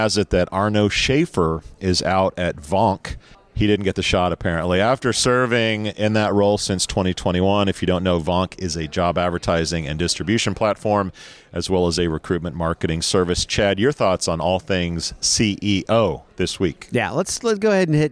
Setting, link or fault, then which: setting, busy venue